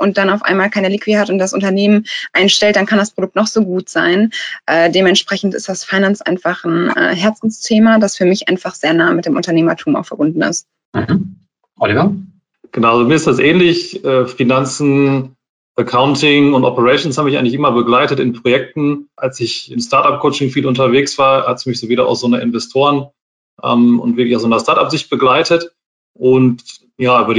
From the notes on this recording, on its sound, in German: Diese Podcast-Folge ist ein Mitschnitt unseres Webinars auf unserer Plattform Top 50 Start-ups